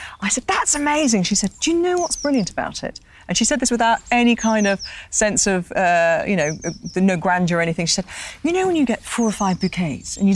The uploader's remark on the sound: a ramble on Hampstead Heath